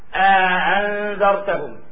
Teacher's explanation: وأما الإدخال فإدخال ألف الفصل بين الهمزتين، مثلا أأنذرتهم، ندخل ألف الفصل عند بعض القراء أأنذرتهم، ندخل هذه الألف ونسهلها، نسهل الهمزة الثانية وندخل بين الهمزتين ألف الفصل